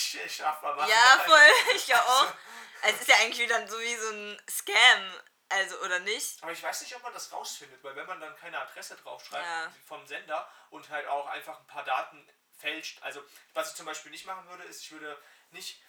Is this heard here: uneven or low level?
yes